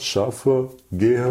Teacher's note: das N wird am Ende des Wortes verschluckt